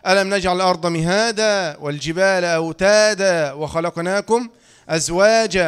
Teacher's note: ميم فتحة، ألف مد عوض حركتان عند الوقف